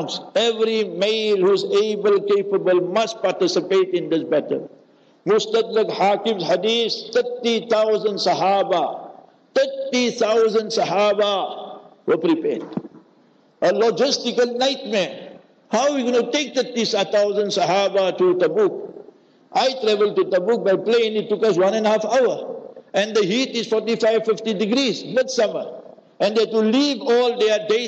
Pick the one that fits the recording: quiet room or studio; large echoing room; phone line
large echoing room